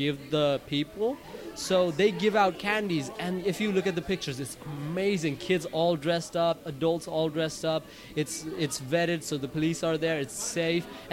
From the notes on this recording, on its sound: At the KGFC Filmmakers Lounge hosted by Ateaz Organic Coffee & Tea. During the Kew Gardens Festival of Cinema in 2017.